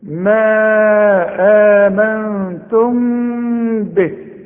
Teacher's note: إنما عند الوصل دي ميم مجردة من التشكيل، بعدها به بيحصل إخفاء مع الغنة، ما تضمش شفايفك، ما تقفلش شفايفك، يحصل انفراد في الشفايف.